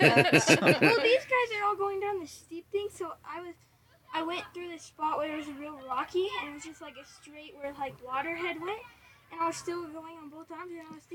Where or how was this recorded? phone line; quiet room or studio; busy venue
busy venue